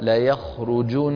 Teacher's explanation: فالنون المشددة فيها غنة أطول ما تكون